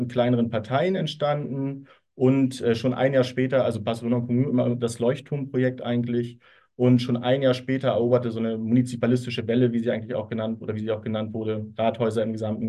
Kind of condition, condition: link, video call